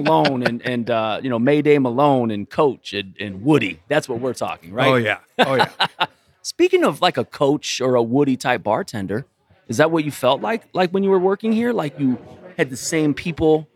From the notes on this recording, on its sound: It has stood on the corner of Edison Rd & St Rd 23 since 1962. We record AT The Backer.